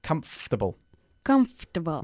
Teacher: Omitimos la OR cuando lo decimos